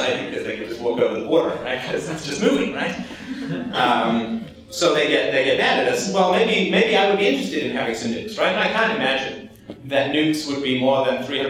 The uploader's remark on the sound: Speaks at the 2010 Students for Liberty conference at Drexel University, Philadelphia, Oct 9 2010.